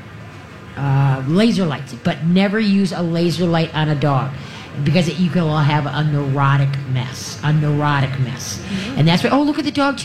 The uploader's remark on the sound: LIVE from the Great MN Get Together!